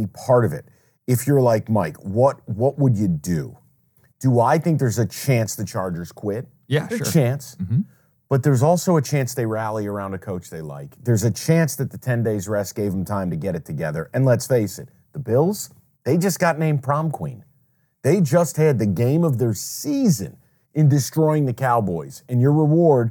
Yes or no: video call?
no